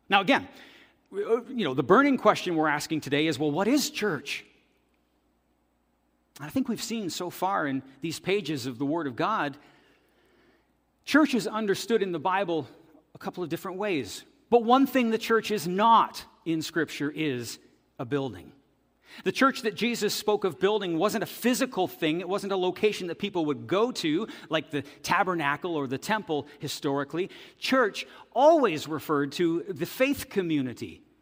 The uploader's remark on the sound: This audio is taken from the September 10, 2023 worship service at FBC Charlottetown.